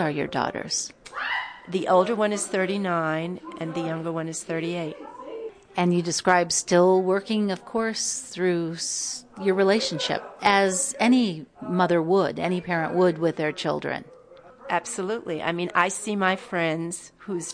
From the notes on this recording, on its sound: live performance, community event and radio broadcast based in the New York's Catskills region